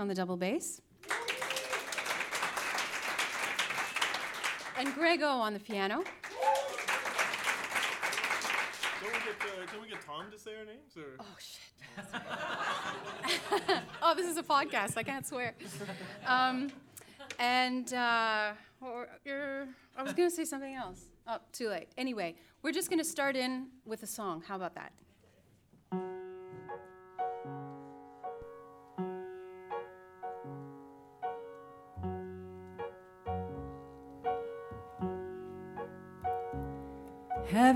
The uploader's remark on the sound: Recorded live, March 21, 2015